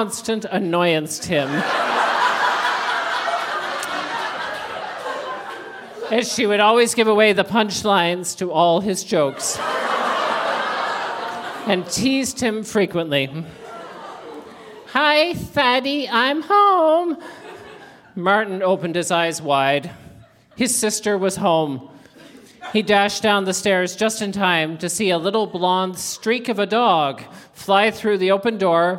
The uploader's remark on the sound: Recorded live at The Walper Hotel in Kitchener.